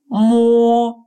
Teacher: В финале «о» произносится как русский «о», но более напряженный, как в слове «трогать» – «мо».